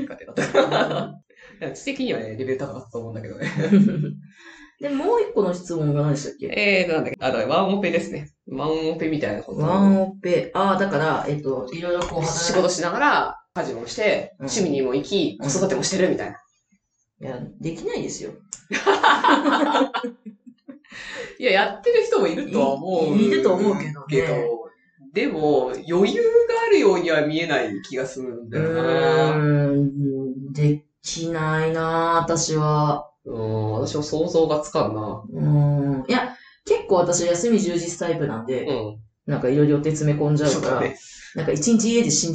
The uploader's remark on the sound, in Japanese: 11月～今回の収録まで音質が非常に悪いです！すみません！なぜか音質が悪い・・・。